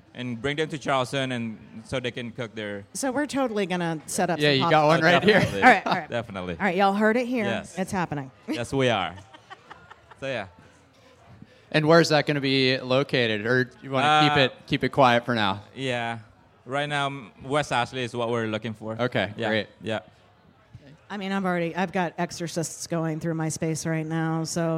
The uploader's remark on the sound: live from the 2023 Charleston Wine and Food Festival